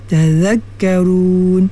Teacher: pastikan hujung lidah menyentuh hujung gigi atas dan bawah tu